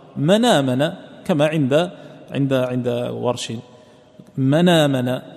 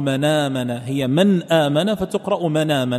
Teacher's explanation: فتنقل الفتحة التي في الهمزة هنا تنقل للحرف الساكن الذي قبلها الذي هو النون · Term: النقل